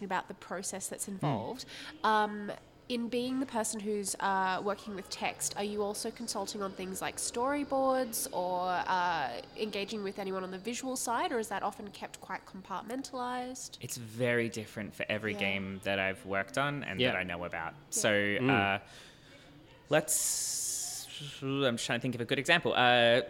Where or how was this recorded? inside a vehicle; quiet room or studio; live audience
live audience